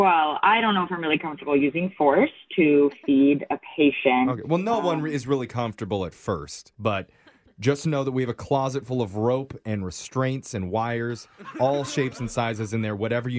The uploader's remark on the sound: Today’s Phone Tap victim is an elderly care worker about to start a new job.